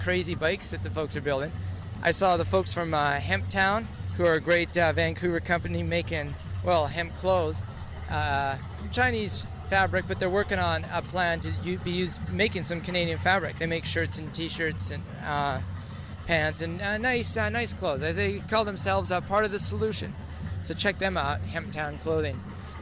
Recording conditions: outdoors